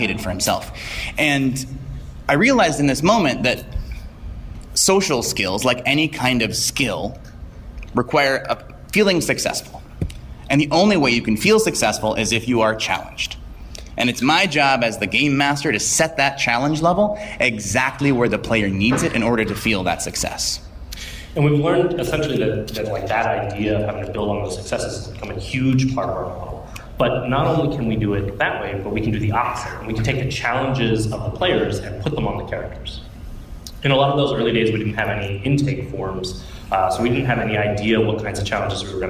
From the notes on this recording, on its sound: Wheelhouse Workshop at PAX East 2017. Here is the audio from Wheelhouse Workshop’s PAX 2017 panel.